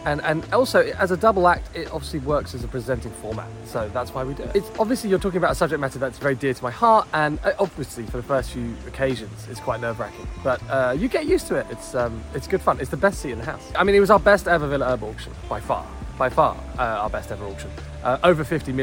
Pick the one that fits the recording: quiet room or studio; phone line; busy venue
busy venue